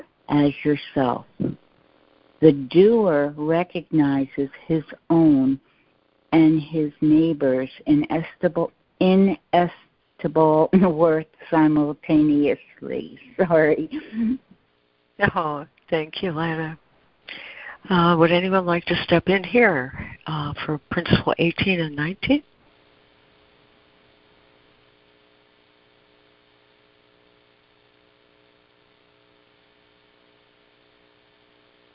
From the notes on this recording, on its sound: ACIM Daily Conference Call.